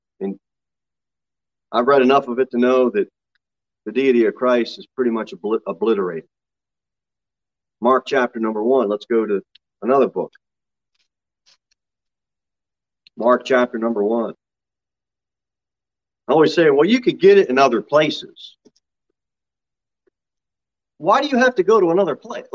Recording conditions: large echoing room